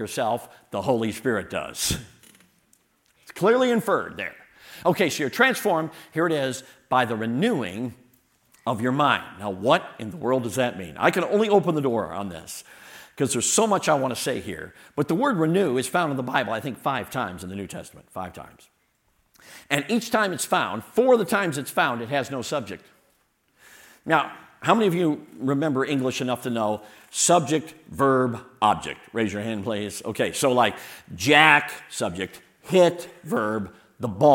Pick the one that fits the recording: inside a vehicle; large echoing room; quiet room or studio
large echoing room